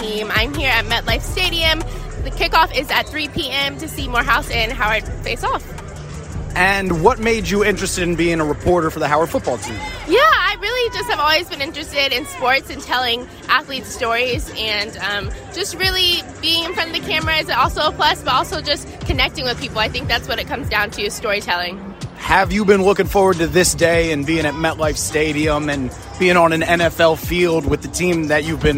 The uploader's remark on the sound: LIVE at the HBCU New York Football Classic!